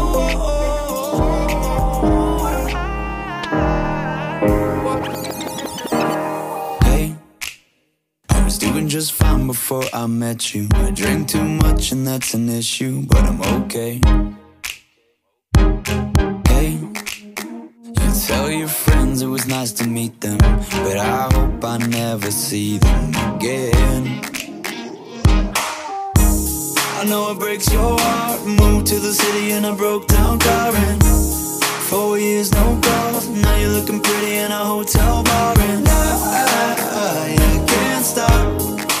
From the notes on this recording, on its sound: Kona Grill Mix Live. At Kona Grill Dallas OPEN MUSIC FORMAT (POP, DANCE, COUNTRY, OLD SCHOOL, DISCO). Live and in the mix Friday thru Sunday at Kona Grill Dallas & Plano.